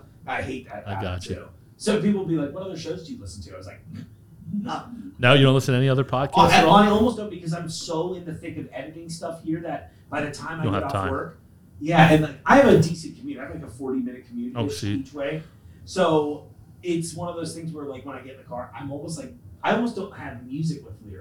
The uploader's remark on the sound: I'm so sorry about my microphone cable falling ill on this one.